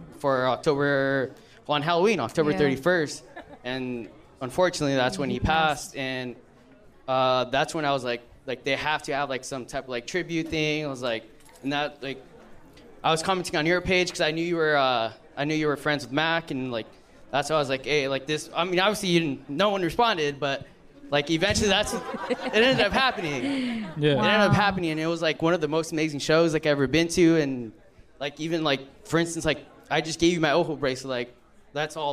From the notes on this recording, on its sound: Our 1st LIVE SHOW. We had a hell of a live show in Los Angeles. Definitely clown each other and the crowd.